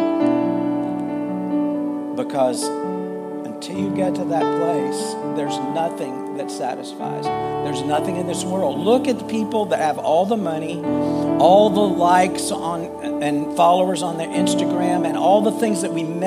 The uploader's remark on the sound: Full Sunday Service